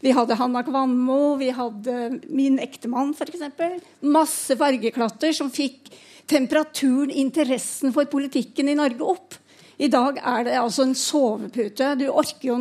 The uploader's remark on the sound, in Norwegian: 40-års jubileumssending fra Parkteatret i Oslo. En livesending med publikum fra Parkteatret i Oslo.